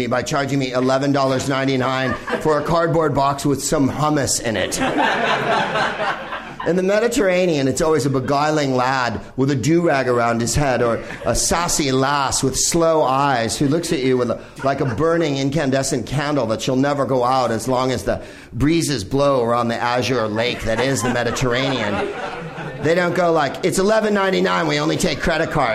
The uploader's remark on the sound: Live from the NerdMelt Showroom in Hollywood